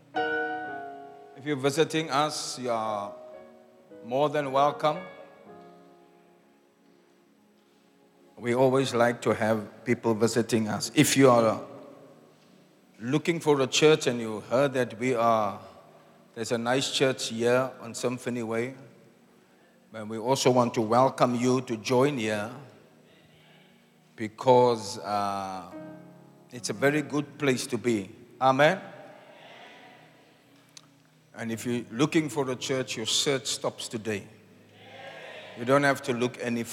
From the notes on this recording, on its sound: Preached At The Zion Sanctuary, Cape Town